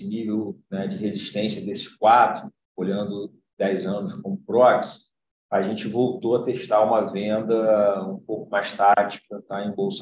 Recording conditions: video call